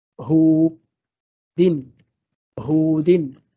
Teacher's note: نلاحظ هنا أننا مددنا الضمة التي على الهاء لوجود الواو بعدها · Term: المد الطبيعي